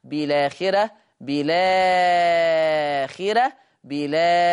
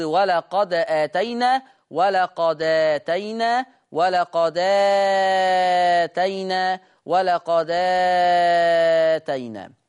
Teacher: طيب لفظ الآخرة أو بالآخرة يقرأ ورش بالنقل، ولكن لا ننسى أن أيضا هذه الكلمة فيها مد بدل فيصير النقل مع التثليث أو مع ثلاثة البدل اللي هو القصر والتوسط والإشباع